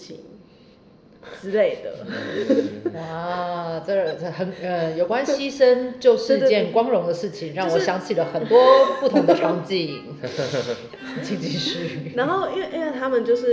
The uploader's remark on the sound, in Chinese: 沒有文本的劇場形式，只有觀眾的真實人生。透過主持人提問邀請，現場觀眾說出自己的感受，。由劇團立即即興重現，。